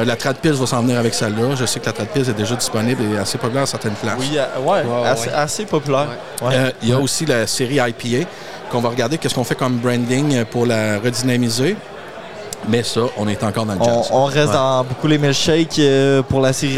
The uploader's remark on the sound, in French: Congrès Tite Frette 2023 - Salon Fournisseurs. Avec des microbrasseries en directe de notre salon fournisseurs annuel à Granby.